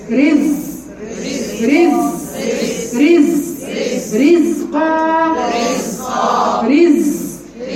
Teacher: شوفوا الزنة بس مفيش هوا